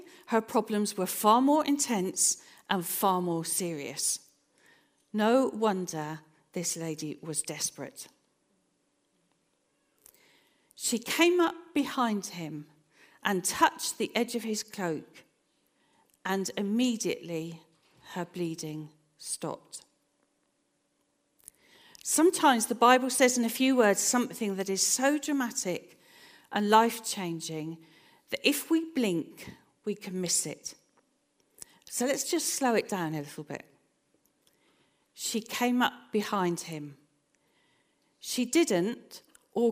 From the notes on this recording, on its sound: This sermon was recorded on Sunday 30th April 2023 at our Putnoe venue